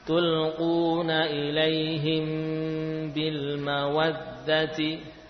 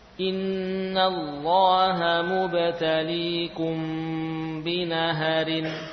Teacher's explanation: Yang jelas bila ada mim sukun bertemu dengan ba, bacalah dengan memanjangkan gunnah. · Term: ikhfa syafawi